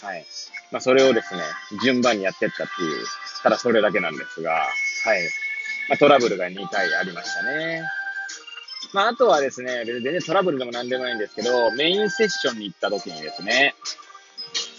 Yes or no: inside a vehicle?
yes